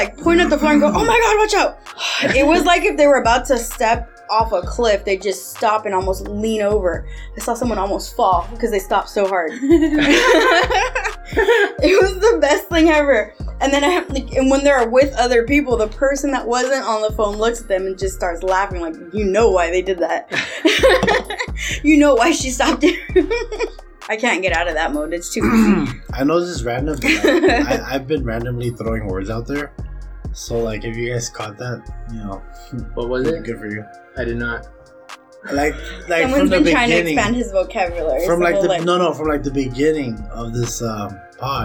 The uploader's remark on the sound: Find out the hard way, why food isn't aloud in recording booths!